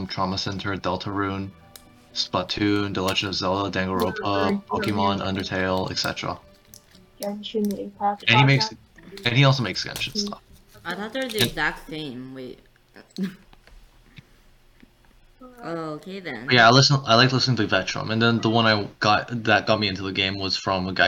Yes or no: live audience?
no